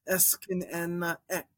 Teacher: So you get three epsilon sounds there in a row.